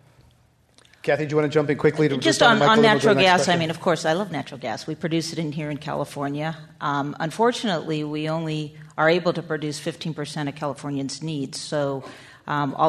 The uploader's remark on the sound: This program was recorded in front of a live audience at The Commonwealth Club on May 18, 2010